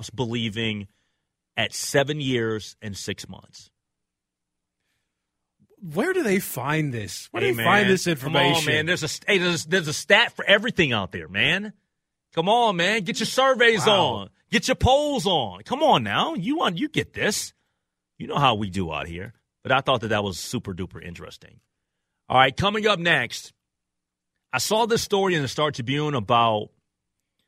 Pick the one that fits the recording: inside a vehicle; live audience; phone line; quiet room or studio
phone line